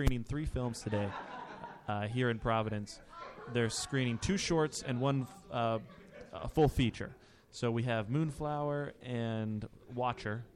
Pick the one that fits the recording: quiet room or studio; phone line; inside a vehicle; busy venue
busy venue